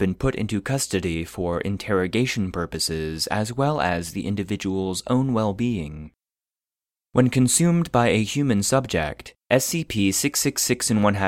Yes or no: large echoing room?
no